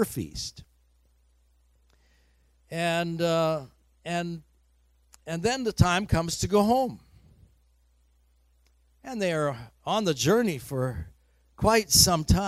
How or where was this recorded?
large echoing room